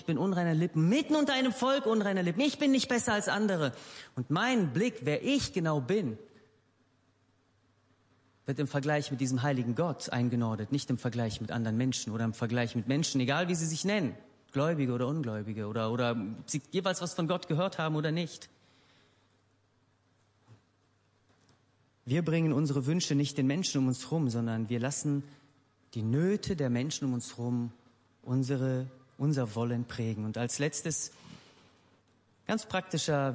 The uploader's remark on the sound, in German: Gottesdienst der Kirche für Bonn